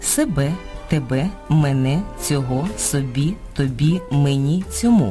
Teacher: У непрямих відмінках займенників наголошують останній склад